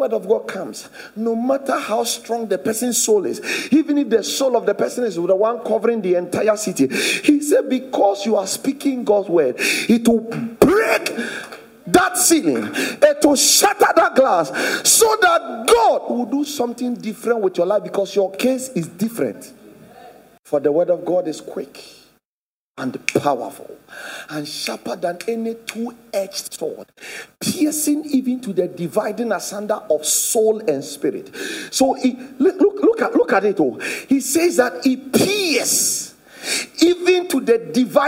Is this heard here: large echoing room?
yes